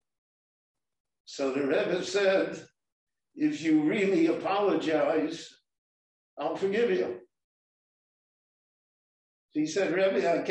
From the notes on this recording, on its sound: This short Dvar torah was recorded LIVE in Jerusalem at Beit Knesset HaNassi.